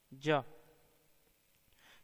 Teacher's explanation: जैसे छ से छ, छादन से छावन, छत्र से छाता, श से छ, शकटक से छकड़ा, साल से छाल, श से छ, षट से छह, षष्ठक से छठा, छ से छ, छुरिका से छुरी, क्षमा से क्षमा आदि। ज, यह हिंदी की तालव्य, अल्पप्राण, सघोष, स्पर्श संघर्षी ध्वनि है